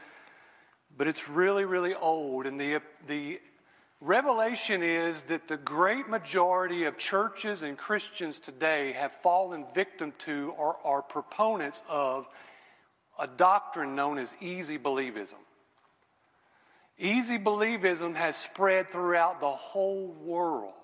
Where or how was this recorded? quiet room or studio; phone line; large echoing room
large echoing room